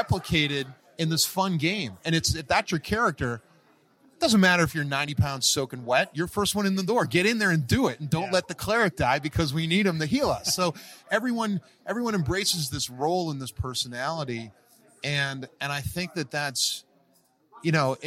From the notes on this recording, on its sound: Sit down with The Game Table for a conversation at D&amp;D Live 2019. Sit down with The Game Table for a conversation at D&D Live 2019.